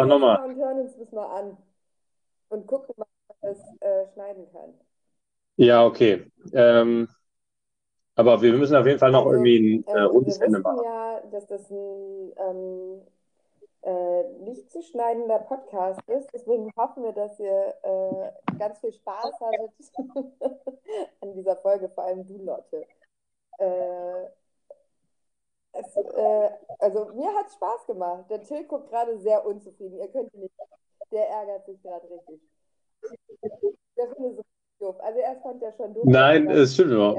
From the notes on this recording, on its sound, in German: Soundprobleme. Entschuldigt bitte die Probleme beim Sound, das Mikro war wohl etwas überfordert.